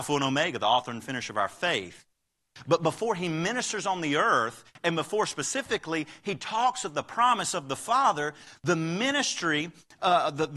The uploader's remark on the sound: Live Service